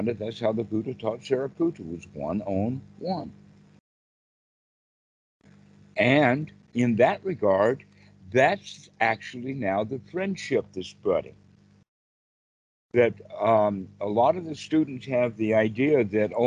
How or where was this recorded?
video call